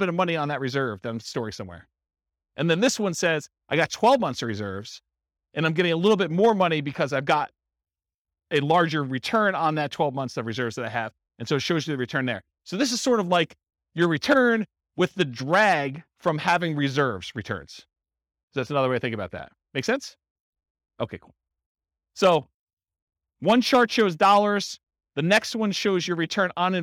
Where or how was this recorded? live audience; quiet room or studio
live audience